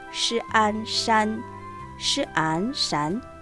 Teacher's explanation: la sh se combina con la vocal nasal delantera an